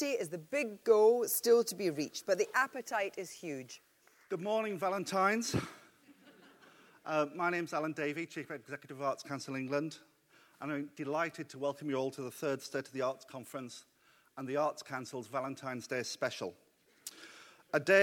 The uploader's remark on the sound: State of the Arts 2012 conference. This podcast features highlights from the day long conference. It took place at The Lowry in Salford.